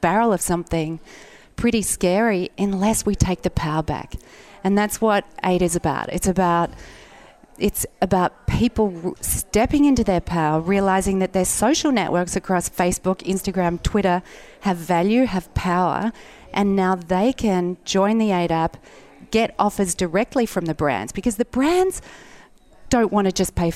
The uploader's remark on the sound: Broadcast day 2 Live form the Largest Women's conference in the USA!